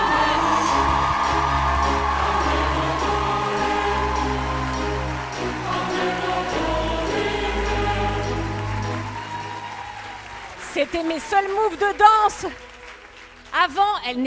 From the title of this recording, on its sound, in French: LIVE Podium à l'Apollo Théâtre